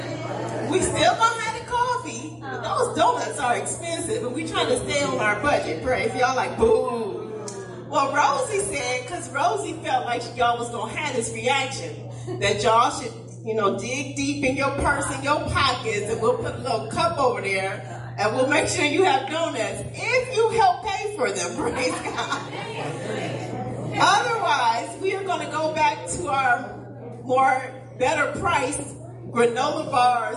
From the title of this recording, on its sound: Praise and Worship Service - Audio